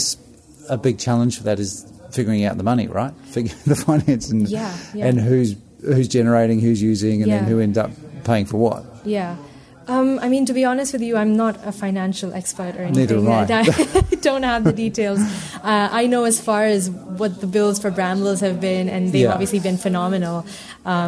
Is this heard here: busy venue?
yes